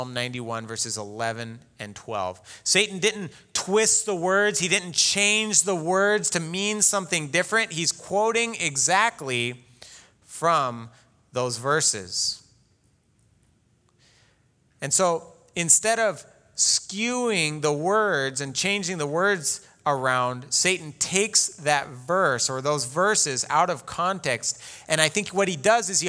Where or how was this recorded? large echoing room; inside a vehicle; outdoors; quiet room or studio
large echoing room